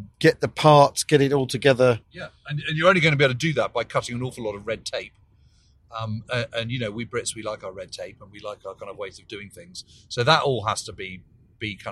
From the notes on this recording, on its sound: we join the lads on the road, driving to the Möhne Dam in Germany